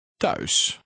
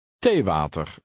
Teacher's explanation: The combination TH in Dutch has a T sound.